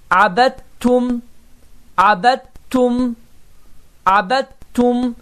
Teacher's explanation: Dəl hərfi itməli, T hərfi isə qoşalaşmalıdır. Səbəb, çünki dəl hərfi məhz birinci qrupda olan üç hərflərdən biridir. · Term: idğam